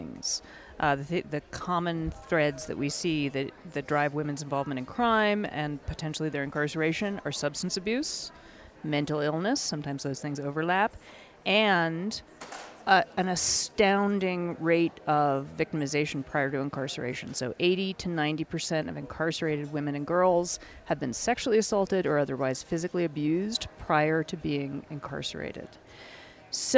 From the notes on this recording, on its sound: From the 2016 Aspen Ideas Festival in Aspen Colorado.